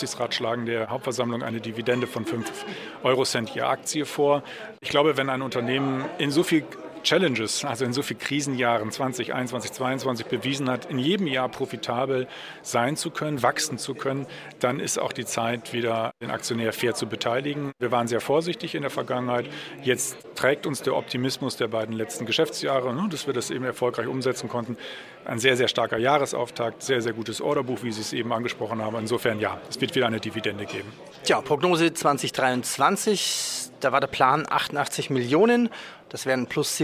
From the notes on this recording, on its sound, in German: live aus Omaha von Berkshire HV